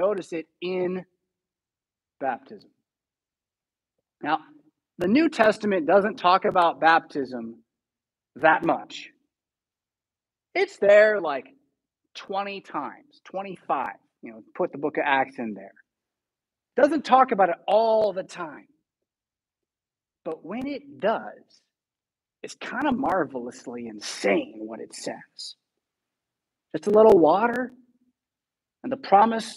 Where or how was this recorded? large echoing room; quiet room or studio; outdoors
large echoing room